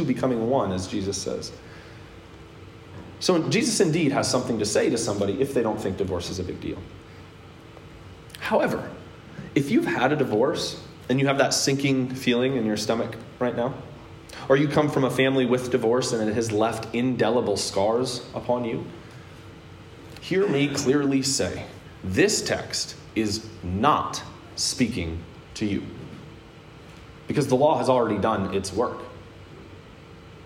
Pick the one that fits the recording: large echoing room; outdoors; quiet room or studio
large echoing room